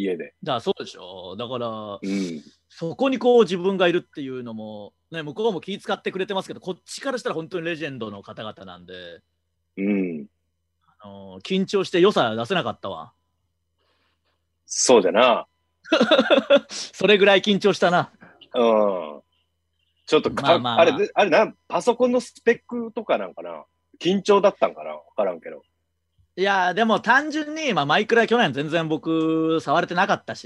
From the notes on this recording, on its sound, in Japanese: 状況を鑑みて、大事をとって久しぶりのZoom収録です。